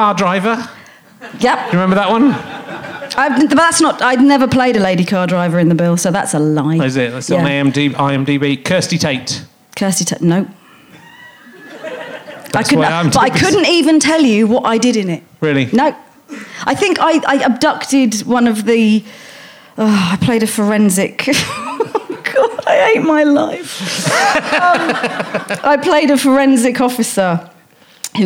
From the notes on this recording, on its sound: Leicester Square Theatre Podcast. He meets some men who work in IT in his audience.